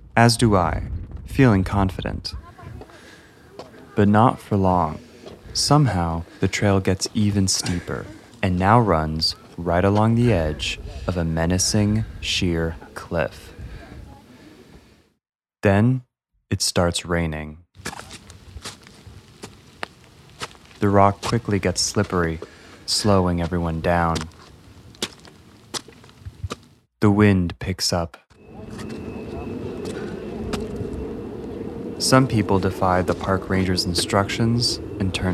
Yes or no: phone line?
no